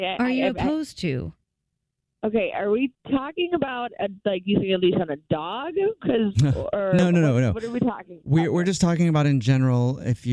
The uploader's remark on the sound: Phone Prank